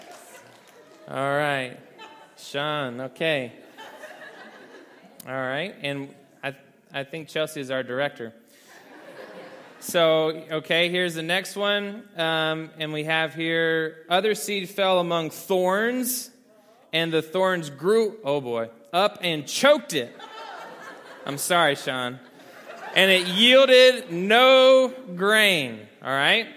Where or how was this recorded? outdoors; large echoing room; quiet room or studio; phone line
large echoing room